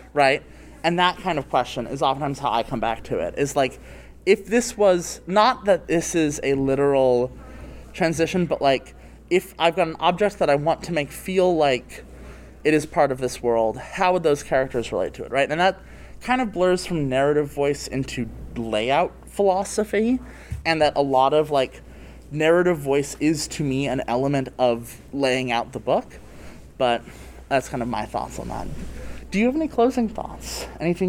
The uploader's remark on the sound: Recorded at Metatopia 2023.